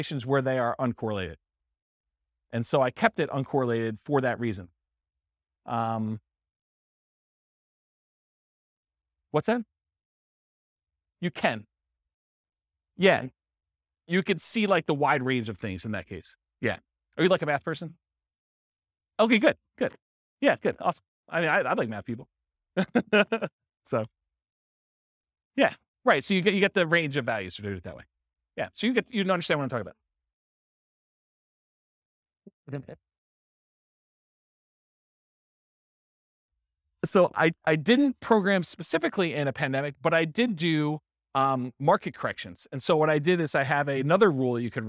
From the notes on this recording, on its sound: This was a live class recorded.